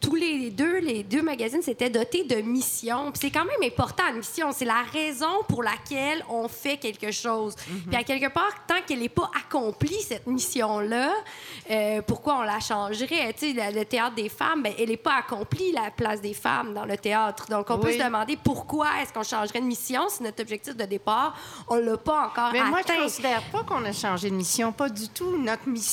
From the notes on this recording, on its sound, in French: C’est une heure radio au cœur de la culture québécoise, enregistrée à toutes les deux semaines, devant public Chez l’Éditeur - café littéraire.